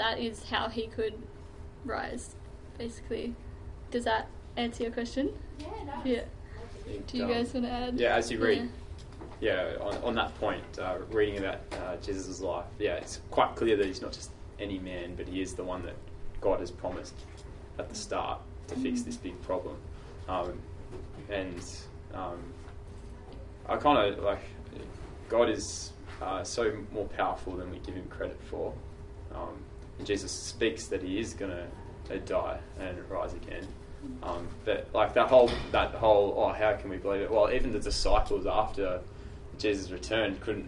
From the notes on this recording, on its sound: This week at TBT, we had a panel of three students sharing from the front